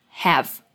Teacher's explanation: Não é I have, mas have. Termina com esse V mudo, sem o E no final.